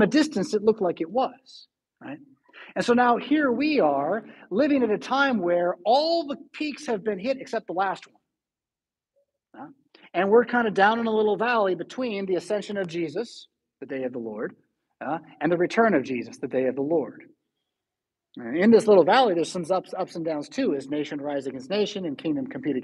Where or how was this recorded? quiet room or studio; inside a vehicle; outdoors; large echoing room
large echoing room